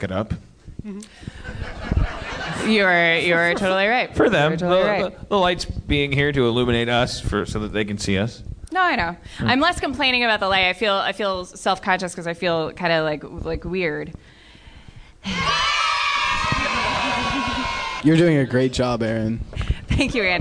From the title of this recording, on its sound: LIVE in Houston, TX